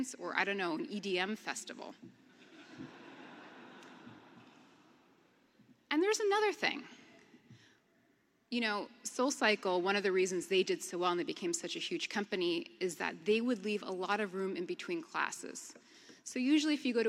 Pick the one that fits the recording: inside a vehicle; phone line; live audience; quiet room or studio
live audience